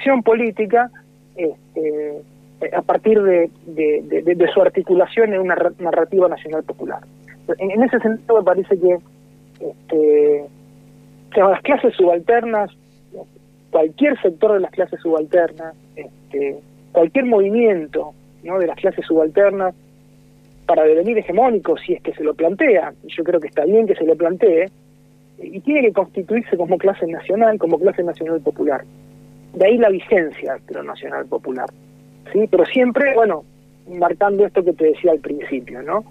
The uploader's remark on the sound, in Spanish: Entrevista telefónica